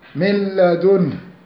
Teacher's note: وجب إضغام النون أو التنوين فيه بغير غنة · Term: إضغام بغير غنة